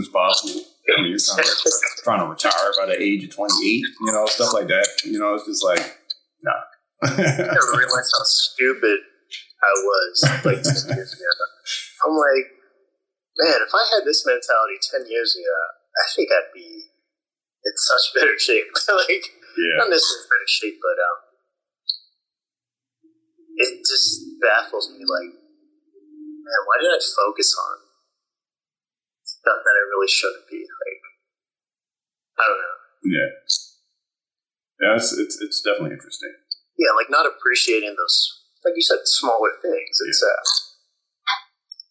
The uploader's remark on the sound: We're streaming from Instagram Live